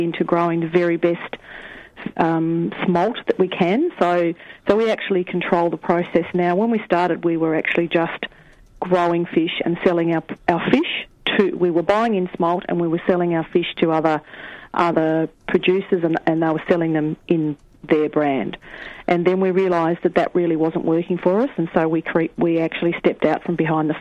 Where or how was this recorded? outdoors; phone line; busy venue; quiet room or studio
phone line